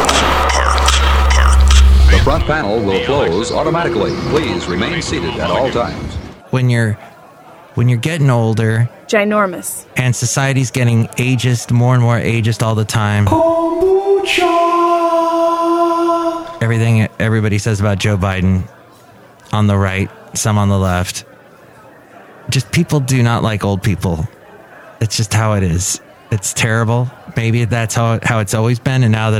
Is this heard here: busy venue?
yes